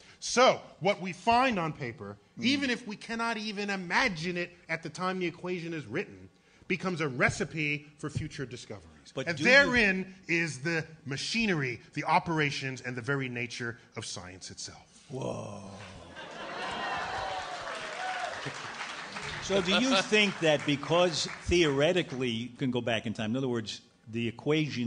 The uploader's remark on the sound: our live show at the Bell House in Brooklyn